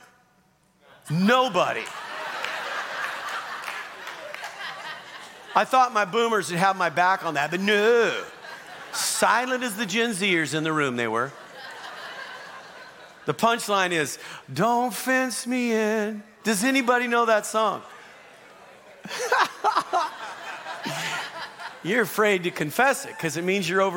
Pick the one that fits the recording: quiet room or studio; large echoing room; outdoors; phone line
large echoing room